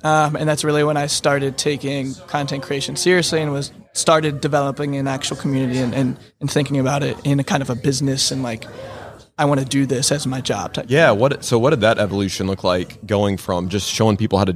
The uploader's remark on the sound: LIVE from HAVEN 2022. In the Wall Control booth at HAVEN Conference 2022.